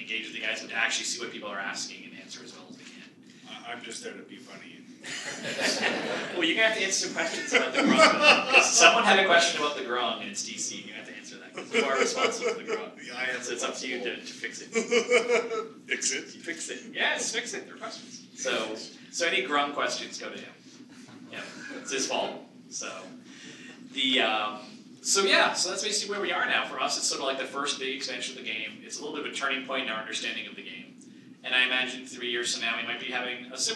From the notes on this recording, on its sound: A panel discussion. Recorded at Gamehole Con 2017.